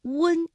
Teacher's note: 温呢，口型相对比较的圆润呢，变化幅度呢也没有那么大